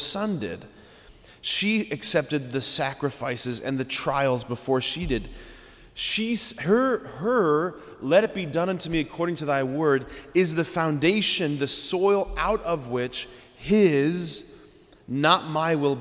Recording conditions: large echoing room